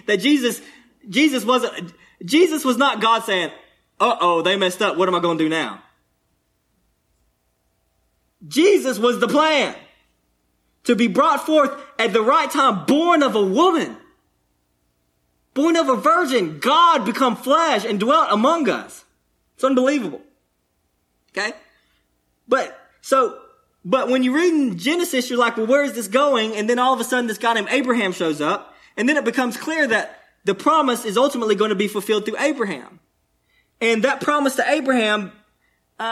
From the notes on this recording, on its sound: delivered on 5/15/22, at Cottondale Baptist Church in Eastman, GA.